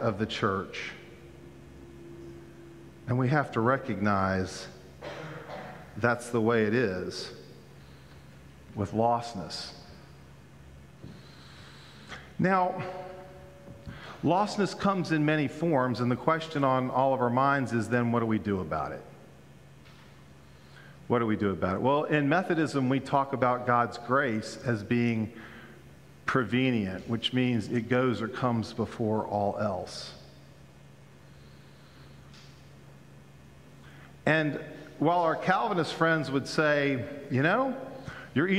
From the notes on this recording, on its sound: Pender UMC Traditional Worship on September 11, 2022 at 9:00 am